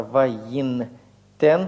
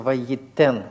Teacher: Первый «нун» вы тоже не видите, потому что, оказавшись без собственной гласной, он сливается, ассимилируется со следующей корневой. · Shown in: second take · Получается, вместо «ваинтен» получается «ваитен» с удвоением.